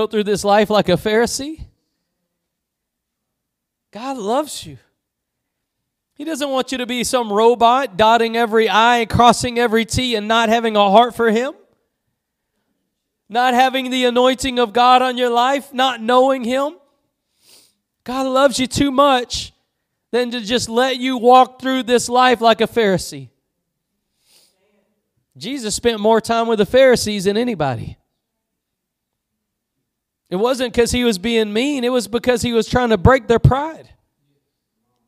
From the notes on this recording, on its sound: Preached at Gospel Lighthouse in Bossier City, La.